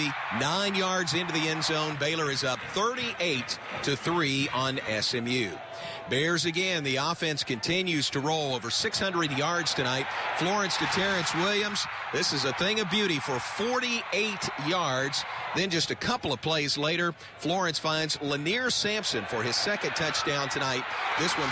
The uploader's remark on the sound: go live from Floyd Casey Stadium